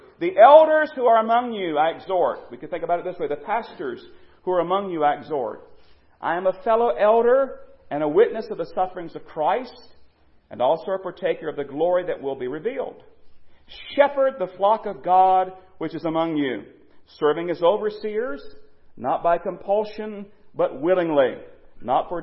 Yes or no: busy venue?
no